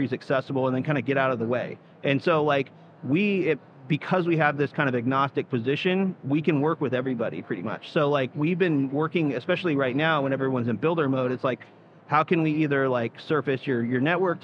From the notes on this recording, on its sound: Live from Consensus 2023